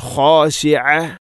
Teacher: ഐൻ ഖാശിഅ ഐൻ തൊണ്ടയുടെ മധ്യഭാഗം